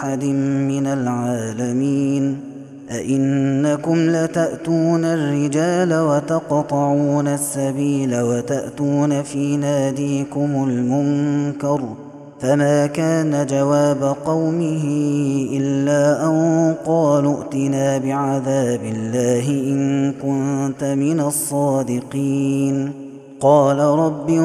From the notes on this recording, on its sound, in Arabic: هذا التسجيل من صلاة التراويح